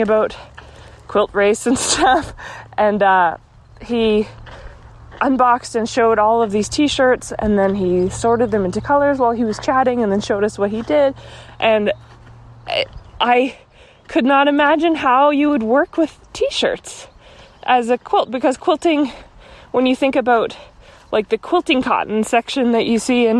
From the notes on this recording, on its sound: Another walking episode!